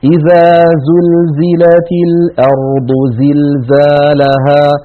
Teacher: اتصفت الزاي بأنها مجهورة وبأنها رخوة وبأنها مستفلة وبأنها منفتحة · Term: حرف الزاي